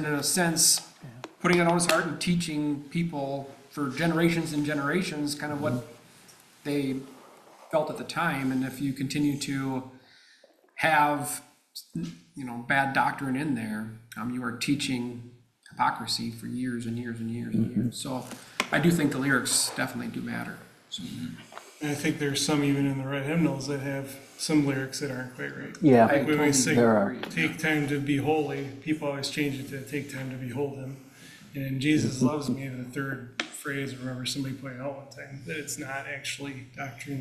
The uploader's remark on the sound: The Hiawatha Bible Chapel hosted the Panel Discussion on Hymns and the Words to the Hymns. Before we started the panel discussion, we played a short video on hymns (4-minutes long).